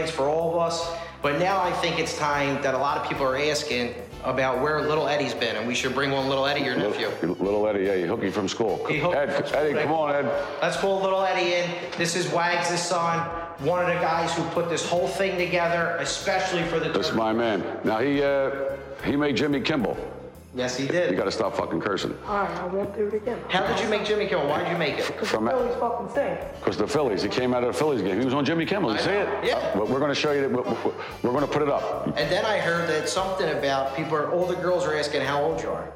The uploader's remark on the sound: live at their turkey drive